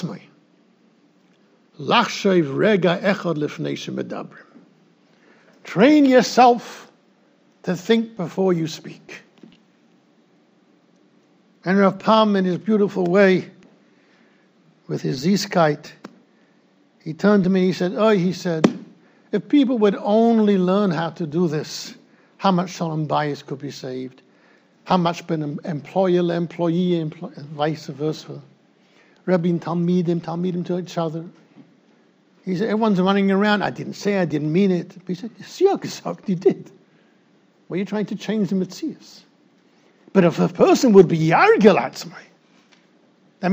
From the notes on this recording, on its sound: recorded in Yeshivas Ohr Reuven, Monsey NY